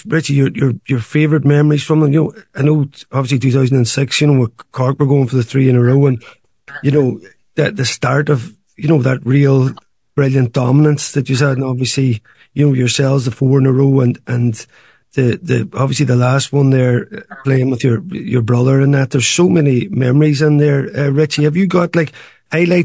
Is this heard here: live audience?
no